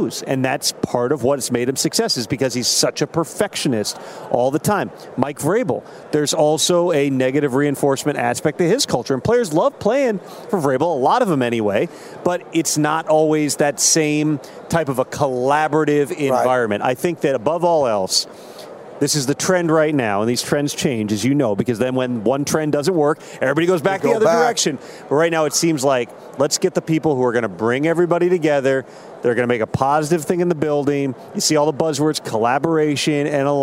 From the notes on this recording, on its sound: LIVE FROM RADIO ROW